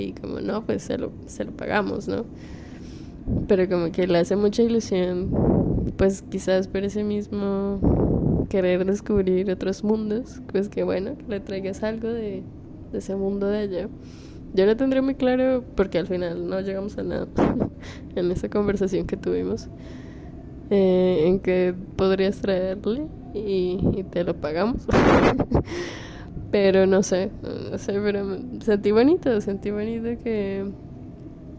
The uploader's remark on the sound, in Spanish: Exteriorizando un poco el sentir, con ruido de fondo.